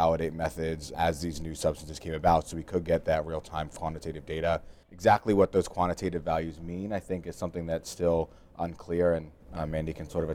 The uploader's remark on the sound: This episode was recorded at the America Academy of Forensic Sciences 2018 annual meeting